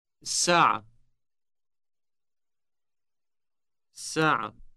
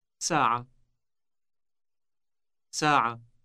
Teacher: This is because the word for o'clock literally means the hour with a definite article. This article combines with the following S sound, resulting in a long S. · Shown in: first take